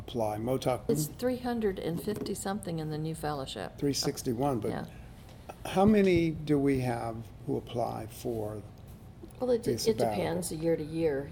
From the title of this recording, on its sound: Live from the Z. Smith Reynolds Renew & Refresh Retreat